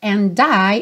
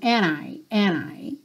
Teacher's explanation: Quando eu tenho um N antes, Muitas vezes no inglês americano, esse D acaba não aparecendo. · Shown in: second take